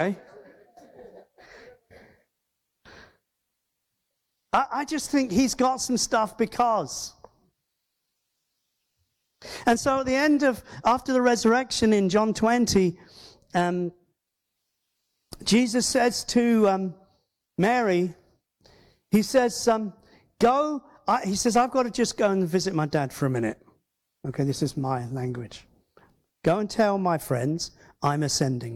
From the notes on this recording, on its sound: Christian Life Church Hereford // Father's Heart Conference